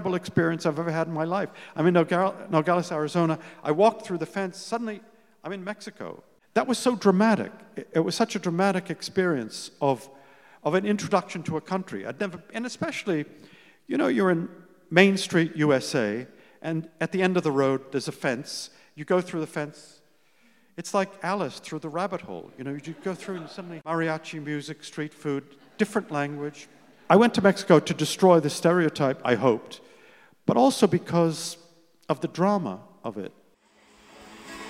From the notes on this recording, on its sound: This time, live onstage. Live stage interview. At Town Hall Seattle.